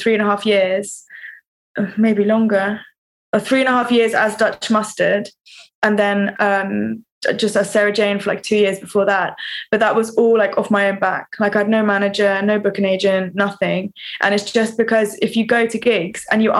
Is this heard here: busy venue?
no